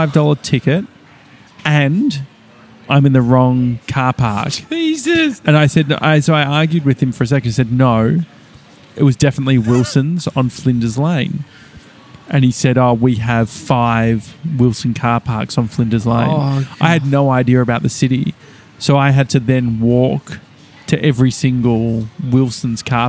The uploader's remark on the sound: we're live from Donut King in Rowville!